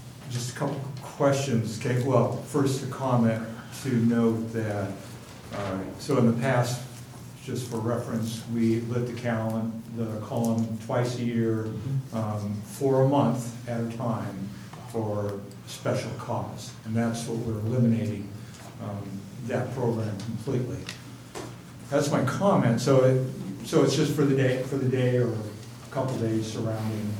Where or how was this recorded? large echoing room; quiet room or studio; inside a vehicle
large echoing room